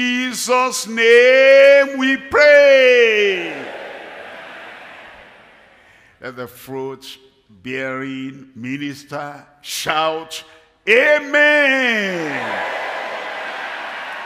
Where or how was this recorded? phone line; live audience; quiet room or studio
live audience